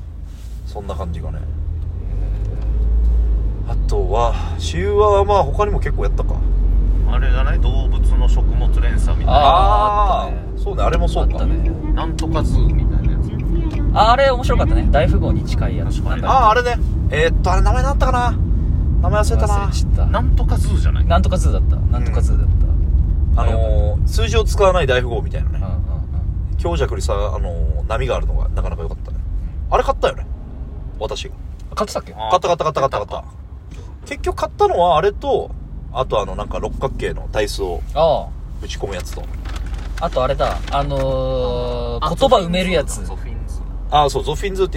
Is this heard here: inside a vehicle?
yes